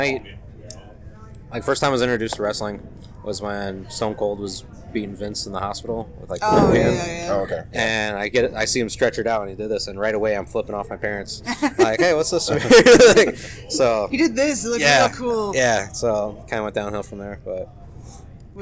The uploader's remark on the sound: I apologize for the mixing, but we were on a stage, and my dumb-ass forgot to bring stuff to use more than one mic.